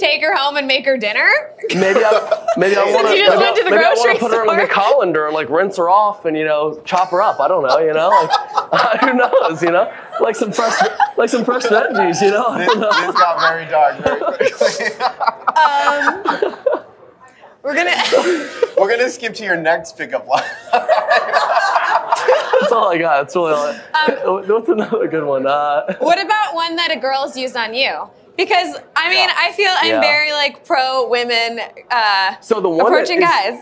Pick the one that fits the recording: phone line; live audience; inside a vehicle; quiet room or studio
live audience